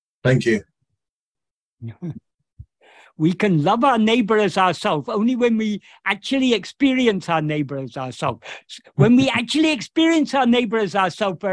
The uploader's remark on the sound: In a Zoom meeting with the Ramana Maharshi Foundation UK on 9th September 2023